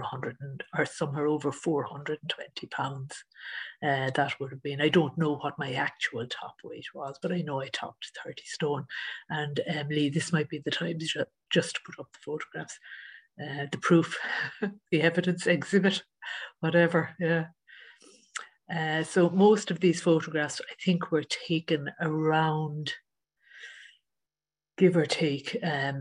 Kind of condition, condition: link, video call